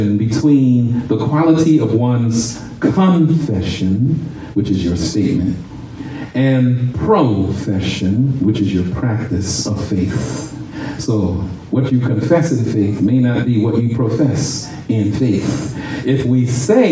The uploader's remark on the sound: shared this message live at RACC on 5/28/23.